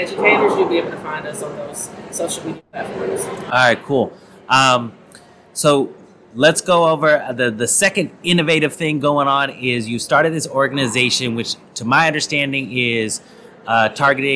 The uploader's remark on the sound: This episode is a collection of conversations that took place at the innovate conference in St. Louis, MO.